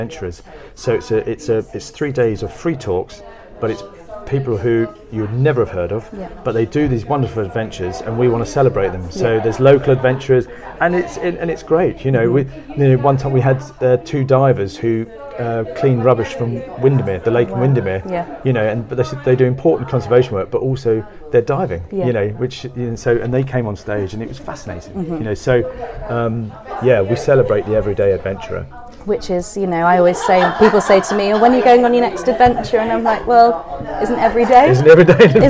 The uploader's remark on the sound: Kendal Mountain Book Festival. Live from the Kendal Mountain Festival.